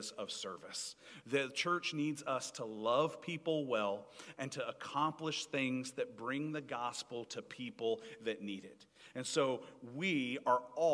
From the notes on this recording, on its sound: Recorded Live 7/31/2022 at Pleasant Ridge Church of Christ (Arlington, TX)